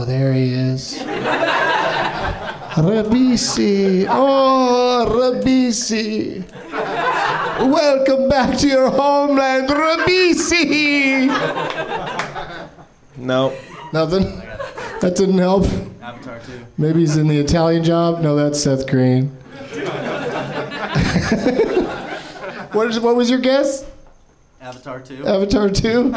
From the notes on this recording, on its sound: Live from the NerdMelt Showroom in LA.